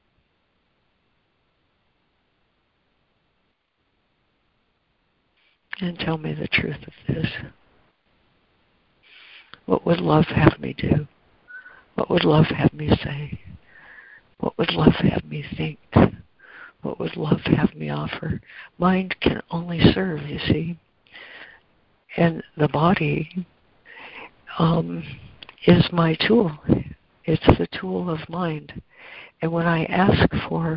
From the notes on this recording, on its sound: ACIM Daily Conference Call